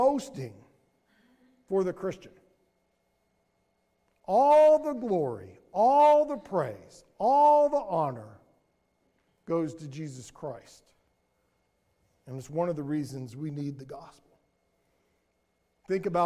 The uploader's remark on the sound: Sermon audio from Mission Church in Locust, NC.